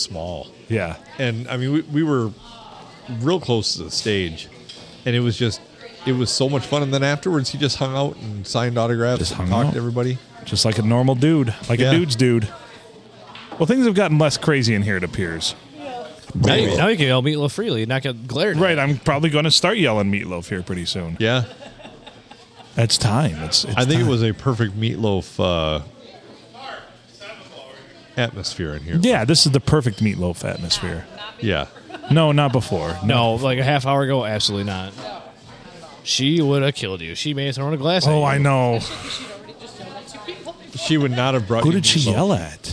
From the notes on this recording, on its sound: Recorded on a Sunday and the world famous Blue Water Sports bar in Port Sanilac, Michigan.